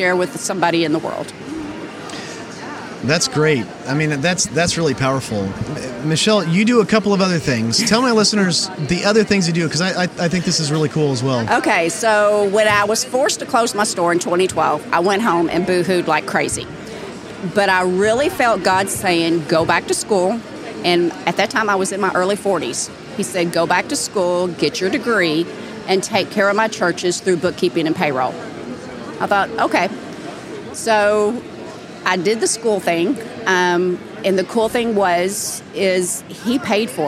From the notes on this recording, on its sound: I recently had the privilege to sit down with her at the Christian Product Expo in Lexington, Kentucky.